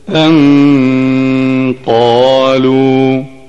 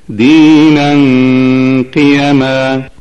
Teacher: وهكذا تفخم الغنة عند القاف وعند حروف الاستعلاء إلا إذا كانت القاف مكسورة، فترقق الغنة عندها لترقيق القاف ذاتها عند الكسر · Shown in: second take